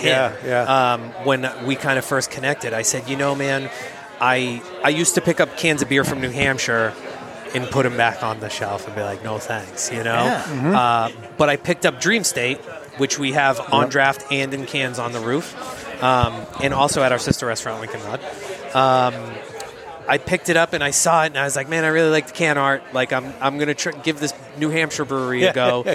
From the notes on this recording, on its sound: We were lucky enough to broadcast from the spectacular roof deck (highest roof deck in Boston, BTW) at Six West in Boston for the Equilibrium and Friends event.